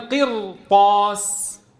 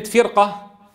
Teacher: الراء ساكنة سبقت بكسر أصلي لكن بعدها حرف استعلاء غير مكسور، إذن تفخم قولا واحدا